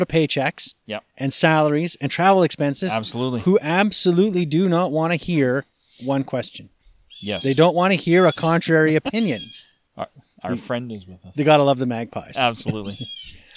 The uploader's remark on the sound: We sit down outside